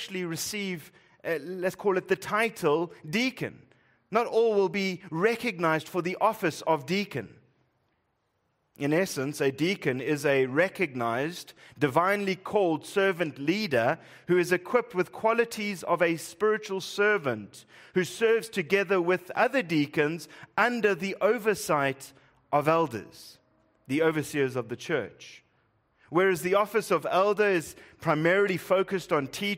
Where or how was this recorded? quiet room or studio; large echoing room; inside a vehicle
large echoing room